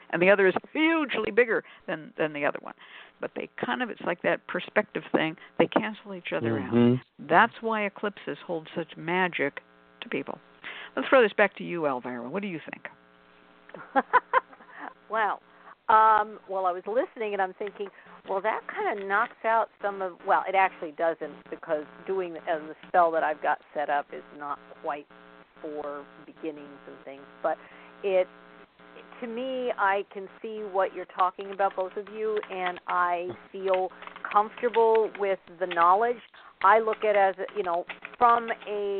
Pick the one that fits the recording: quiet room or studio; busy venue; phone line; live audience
phone line